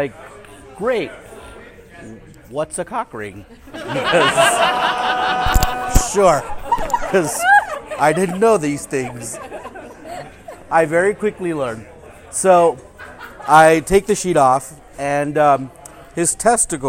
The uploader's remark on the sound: This story was live recorded at our EM Storytelling Happy Hour in Denver, Colorado.